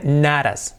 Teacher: Fijaros la T del not. Y la siguiente, not as. Se convierte en una R suave.